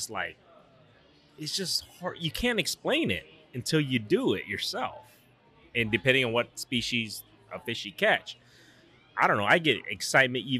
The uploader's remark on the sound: on location at Lucky Horse Beer and Burgers